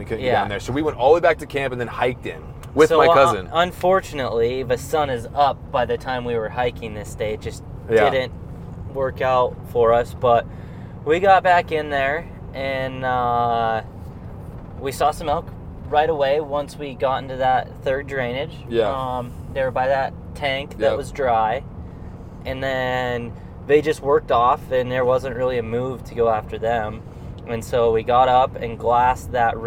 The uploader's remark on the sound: as we are driving down the road